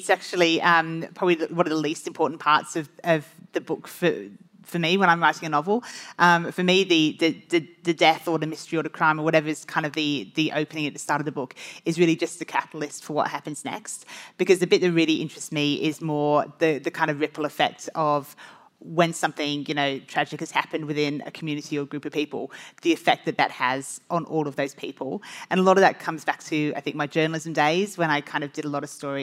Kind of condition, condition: setting, live audience